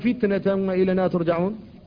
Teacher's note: هذه التاء الأولى التي بين الفاء والنون فتنة لا بد من الحفاظ على شدتها، لأن قبلها الفاء وبعدها النون، فيحافظ على شدتها في السكون